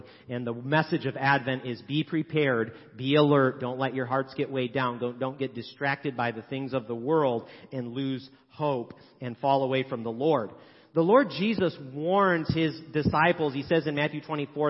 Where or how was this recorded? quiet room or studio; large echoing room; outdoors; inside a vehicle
large echoing room